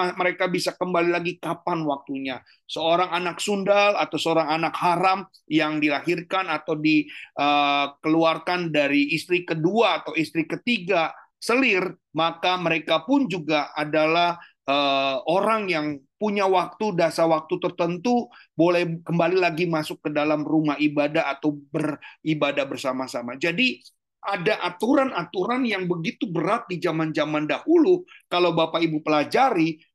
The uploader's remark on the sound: Audio Zoominar.